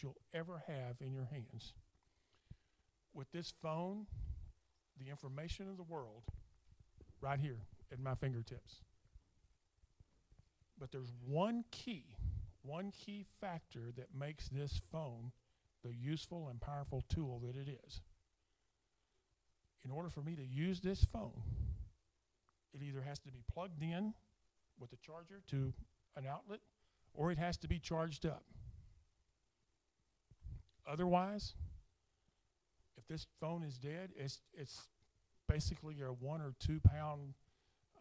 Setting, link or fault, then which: setting, large echoing room